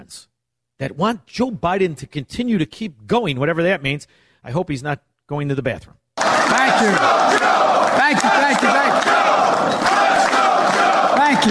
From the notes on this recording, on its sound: broadcasting LIVE from the Meridian Banquet Halls!